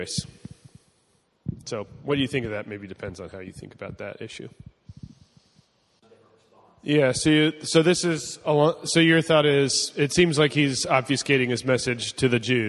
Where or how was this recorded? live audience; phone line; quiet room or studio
live audience